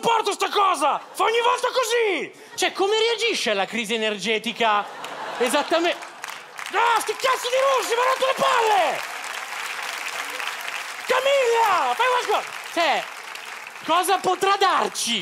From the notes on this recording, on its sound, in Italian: Registrato al Teatro Manzoni di Milano